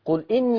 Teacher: مش إني فيها نون مشددة فيها غنة